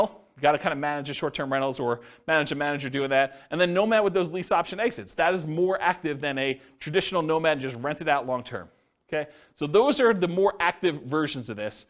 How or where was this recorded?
live audience